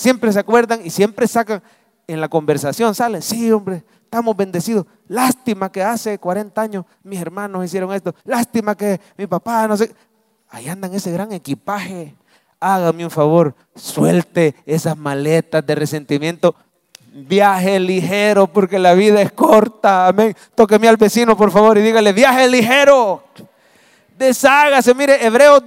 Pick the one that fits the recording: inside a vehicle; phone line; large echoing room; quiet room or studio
large echoing room